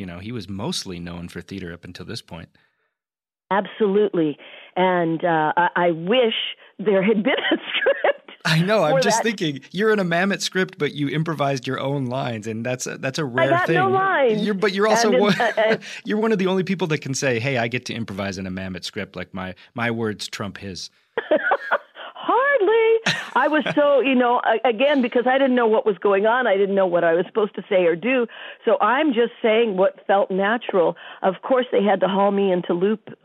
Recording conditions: phone line